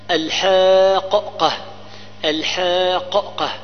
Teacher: فأدغمت ساكنة في المتحركة فنطقنا بقاف واحدة مشددة. إذا سبب المد هنا هي السكون الثقيل.